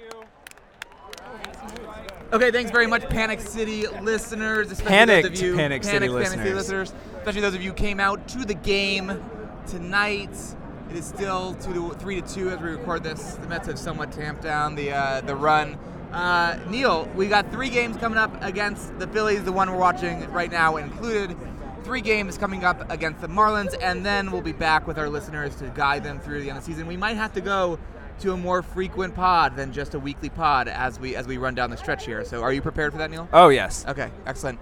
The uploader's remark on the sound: Live From Citi Field. We're coming to you from the most exciting Mets game of this roller coaster season.